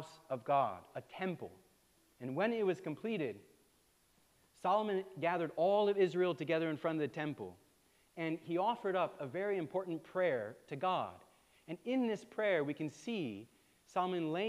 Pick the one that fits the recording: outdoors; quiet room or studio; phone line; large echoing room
large echoing room